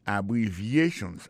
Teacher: accent tonique là, tombé sous troisième syllabe là. Nan mot ça gen quatre syllabes, c'est a bon syllabe, bri c'est deuxième syllabe là, vie c'est troisième syllabe là.